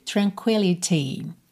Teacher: optou por não usar rrr aqui e sim o som marcadinho do T